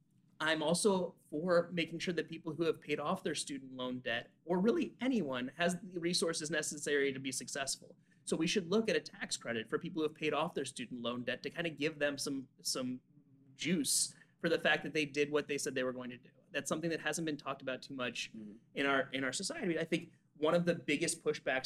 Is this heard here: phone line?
no